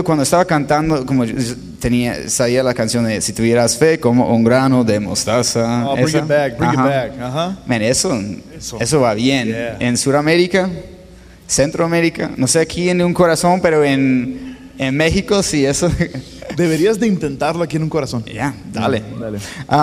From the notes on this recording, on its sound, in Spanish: La cual grabamos en vivo durante la Conferencia de Un Corazón 2018 en Ciudad Juárez. Con la audiencia presente en el auditorio se generó una atmósfera totalmente distinta para la conversación.